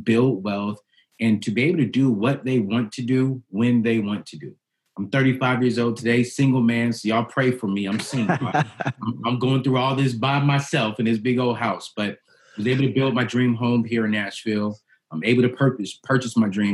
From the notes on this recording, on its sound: This series was recorded as a series of live videocast events.